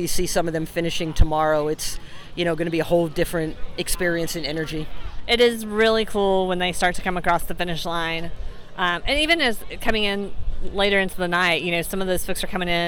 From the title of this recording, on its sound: LIVE from Unbound Gravel